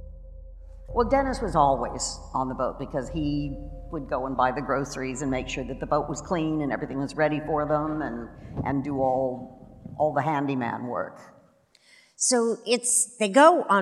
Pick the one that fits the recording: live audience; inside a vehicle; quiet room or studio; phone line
live audience